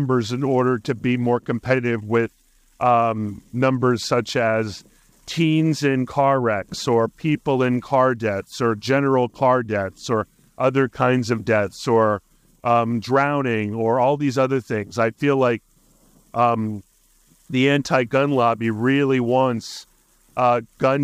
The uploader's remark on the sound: A Sunday Podcast from the Streets of Arlington. Recorded live from Penrose Square Park. Acknowledging the occasional wind disruptions that his audio might be facing, confidently asserting that Adobe will come to the rescue in minimizing the noise.